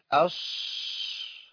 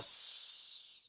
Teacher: اخونا القارئ ابدل صفة الصفير بصفة اسمها صفة التفشي، ودي موجودة في الشين، عشان كده الصوت بقى قريب من الشين · Shown in: first take · لان الصفة بتميز الحرف.